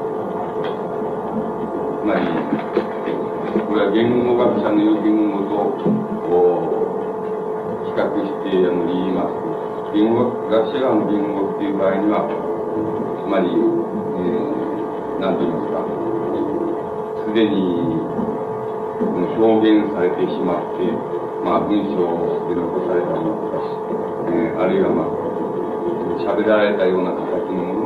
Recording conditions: background noise